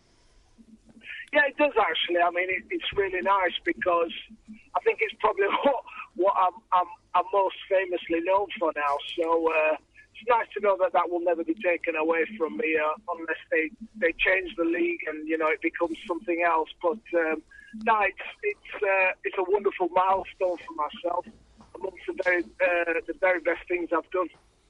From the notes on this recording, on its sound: joined on the phone